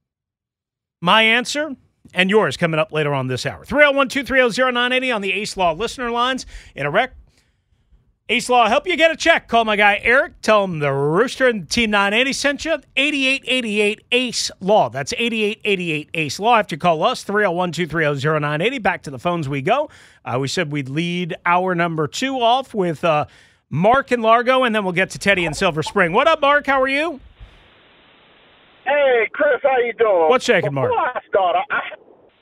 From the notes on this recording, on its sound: Back to the phone lines. Callers join the show.